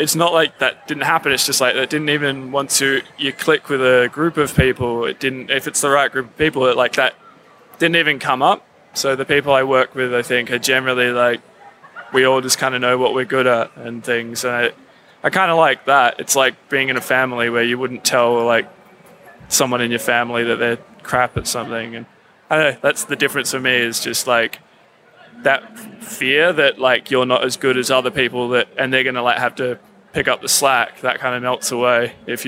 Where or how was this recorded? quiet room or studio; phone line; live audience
live audience